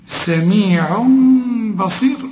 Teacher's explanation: هنا إقلاب سميع تنوين، وبعده به يحصل للتنوين إقلاب ورسم لك ميم، اهي شلك ضمة ورسم لك ميم، بيقول لك اقلب التنوين لميم واخفيه